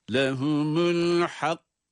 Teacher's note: Sonra kaf, kalkale sesi. Tabi kaf harfinin sesi patlatılarak kalkale ile okunuyor. Ama cezimli.